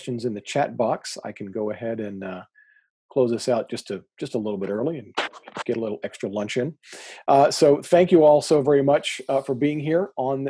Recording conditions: video call